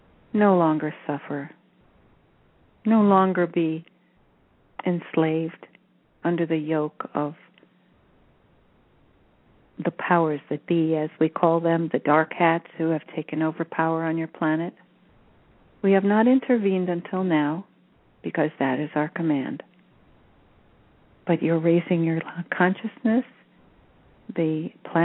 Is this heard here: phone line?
yes